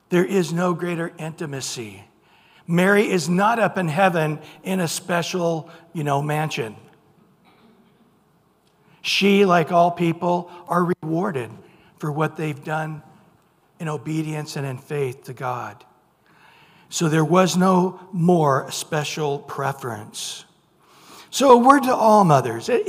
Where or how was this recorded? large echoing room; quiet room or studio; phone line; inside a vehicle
large echoing room